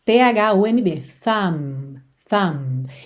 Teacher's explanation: E o B não é pronunciado, você não diz thumb, thumb, é thumb, thumb.